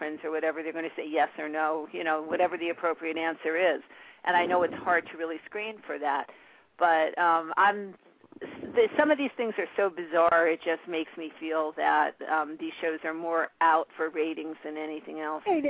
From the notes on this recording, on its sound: live call-in radio talk show